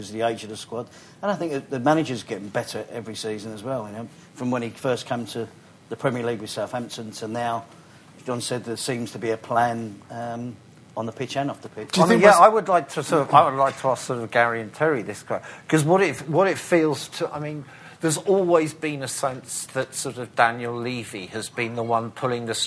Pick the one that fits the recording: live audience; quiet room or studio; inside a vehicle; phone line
live audience